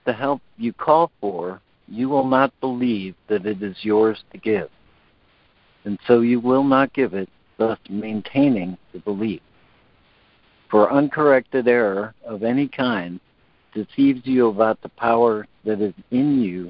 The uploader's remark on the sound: ACIM Daily Conference Call